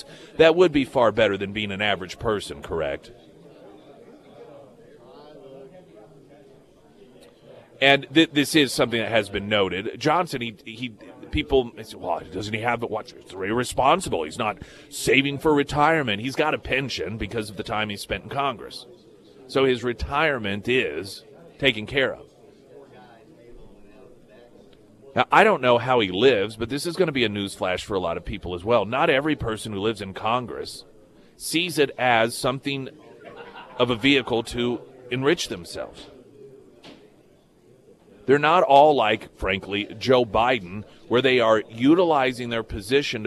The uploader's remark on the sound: live at Scramblers Diner for the Friday Road Show